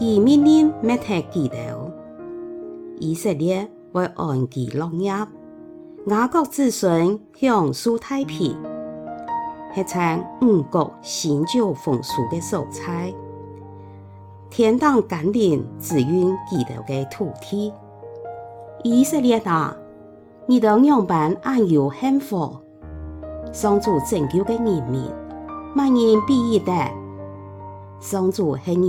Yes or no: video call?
no